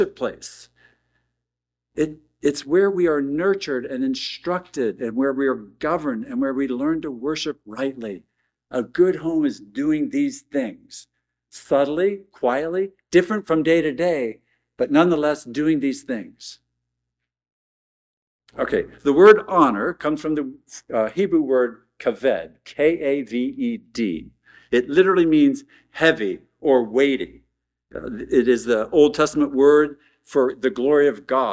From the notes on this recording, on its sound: at Arlington Baptist Church in Arlington, Virginia